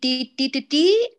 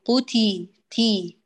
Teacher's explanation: فالتاء العربية فيها الهمس الصفة اللازمة · Shown in: second take